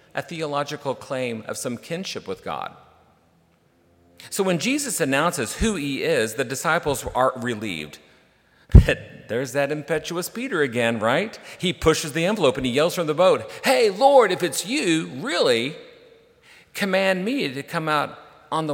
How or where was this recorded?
large echoing room